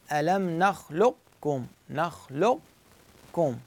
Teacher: ألفظ القاف بأنه بس اللسان يرتفع من دون قلقلته · Term: إدغام ناقص